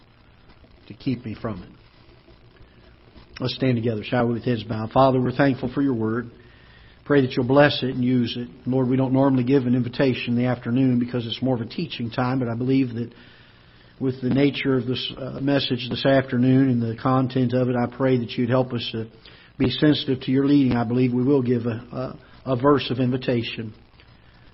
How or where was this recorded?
large echoing room